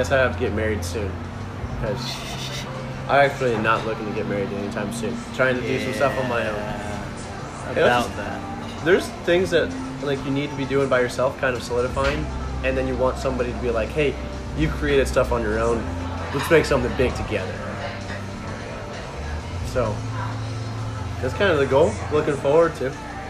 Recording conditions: outdoors